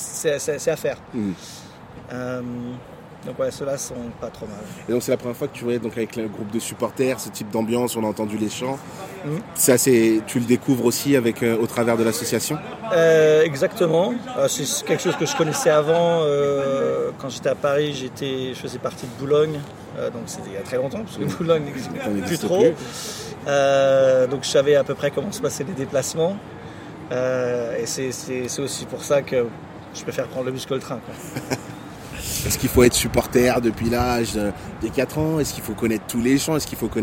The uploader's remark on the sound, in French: Les conditions venteuses peuvent affecter la qualité audio par moments.